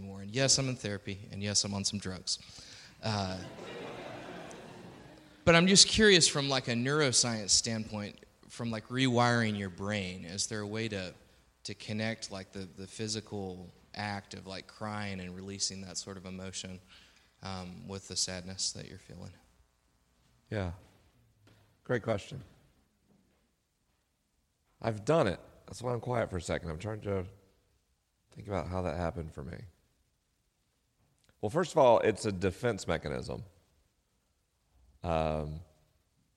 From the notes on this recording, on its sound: LIVE in Tacoma, WA. This week is a live episode: the questions are unscreened and the answers are unrehearsed.